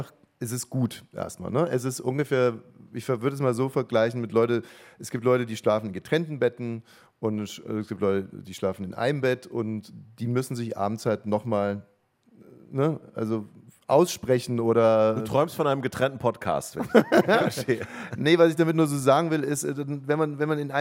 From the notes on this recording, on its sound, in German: Live mit Publikum. Vor echten Menschen sprechen sie.